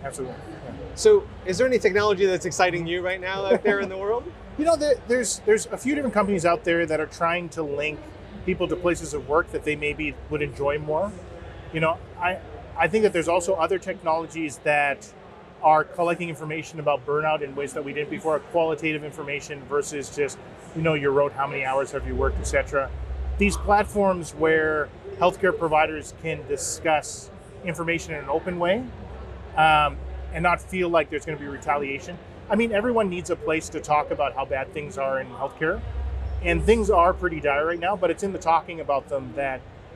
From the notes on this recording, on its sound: at the 2023 Collision Conference held in Toronto